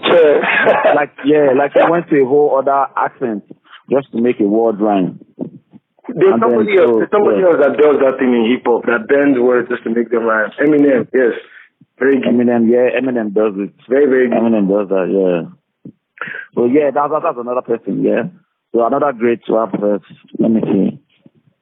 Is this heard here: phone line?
yes